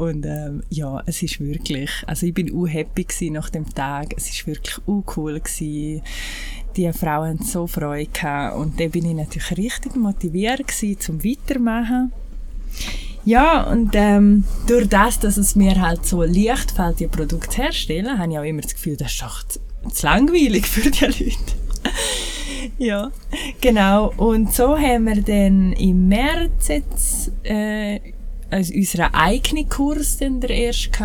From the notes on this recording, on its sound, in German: Leider ist die Audio/Aufnahmequalität in dieser Episode nicht optimal da viel Umgebungslärm vorhanden war. Leider konnte in der Nachbearbeitung nicht alles rausgeschnitten werden.